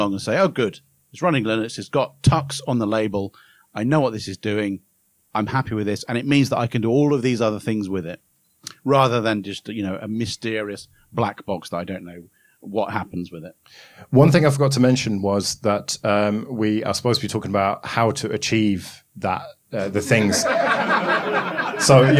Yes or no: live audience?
yes